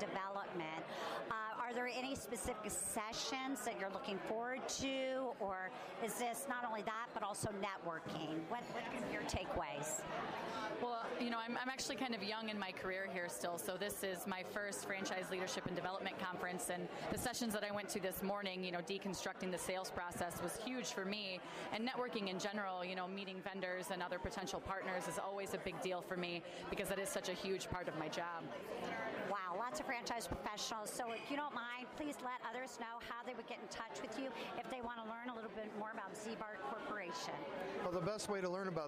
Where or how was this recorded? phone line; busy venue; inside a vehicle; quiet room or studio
busy venue